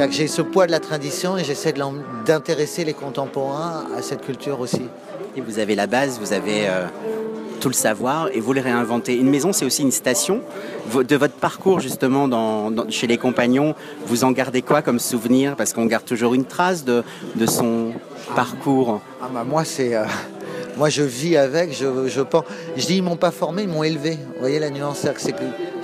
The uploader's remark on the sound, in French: Festival de Cannes 2016 - Terrasse Mouton Cadet. En créant sur la Terrasse du Palais des Festival un maison face à la mer.